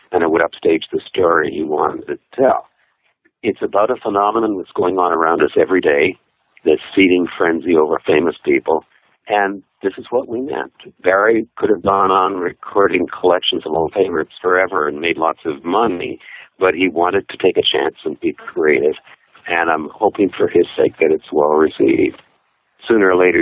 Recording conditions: phone line